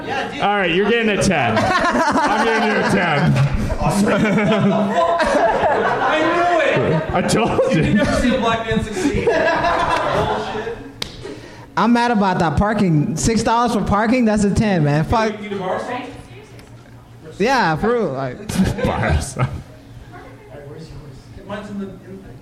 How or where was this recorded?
busy venue